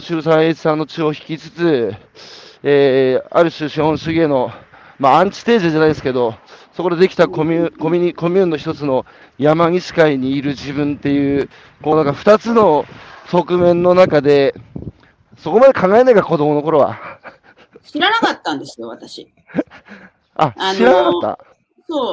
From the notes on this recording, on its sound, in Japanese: 歩きながら1時間、対談する